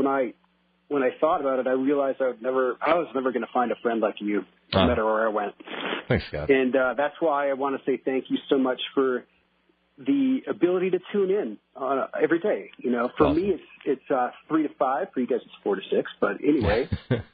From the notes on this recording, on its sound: Some people called in to tell him get out of town